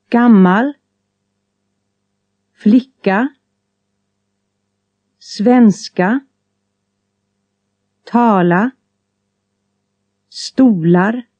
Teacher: the melody rises on an unstressed syllable after the stressed syllable · Term: accent two